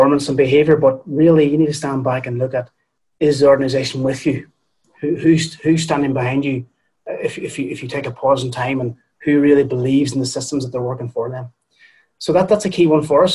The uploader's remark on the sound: Accelerating Operational Excellence through Rapid Mass Employee Engagement is a webinar recording hosted by Nvolve.